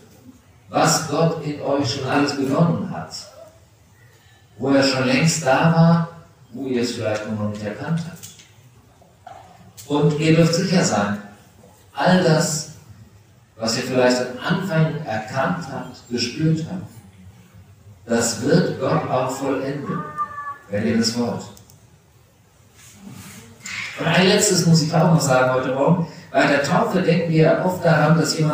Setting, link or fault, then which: setting, large echoing room